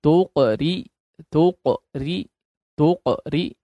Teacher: Setelahnya dod yang tebal. Jadi ra tipis diapit dua huruf tebal. Ra-nya jangan dibiarkan tebal.